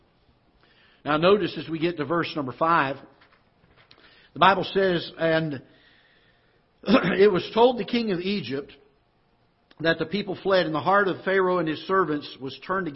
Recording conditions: large echoing room